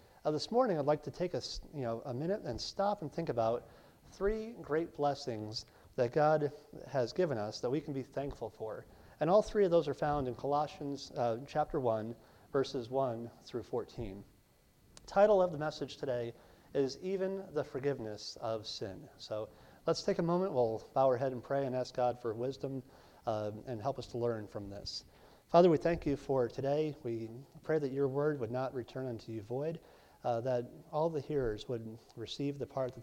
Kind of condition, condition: setting, large echoing room